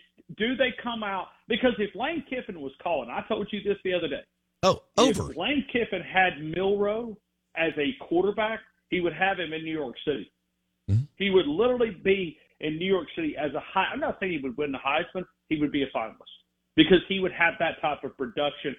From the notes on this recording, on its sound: Joins the show on the Farm Bureau guest line talking about what bets to take for the weekend live in the BankPlus Studio.